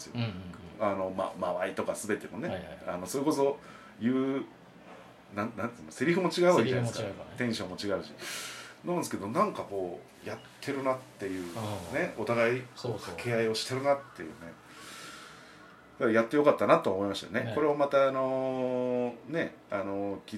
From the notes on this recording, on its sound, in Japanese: 多少ノイズが入ってます！